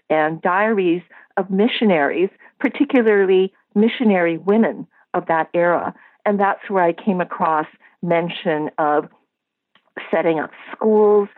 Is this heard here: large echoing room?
no